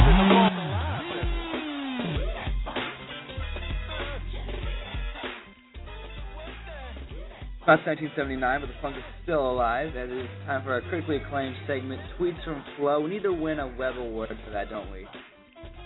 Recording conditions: busy venue